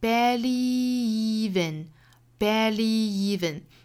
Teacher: 所以这两个词连读其实相当于两个相同的元音连在一起发 barely even, barelyeven。那我们注意它虽然是两个相同的元音，但是不能够省音，它还是分成两个音节的 barely even, barely even, barely even friends, then